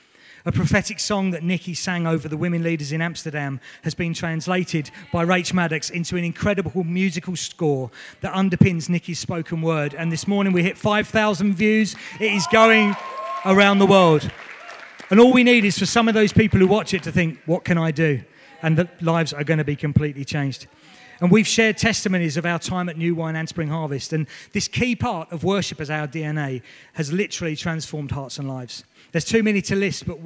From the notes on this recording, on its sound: This was recorded at Skylark Church on 6th October 2019 at Vision Sunday.